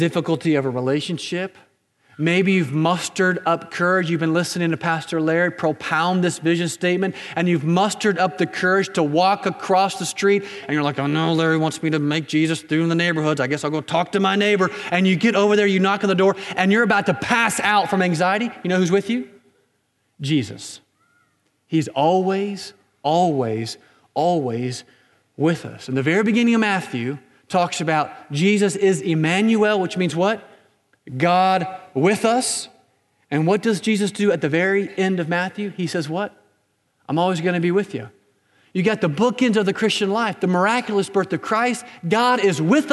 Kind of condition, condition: setting, large echoing room